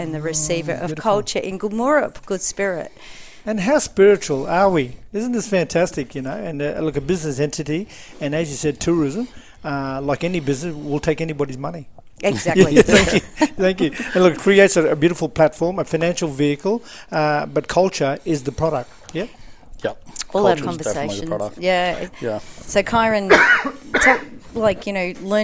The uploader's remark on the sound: at the ICS Services – Employment Business Training Conference 18 – 20 September 2023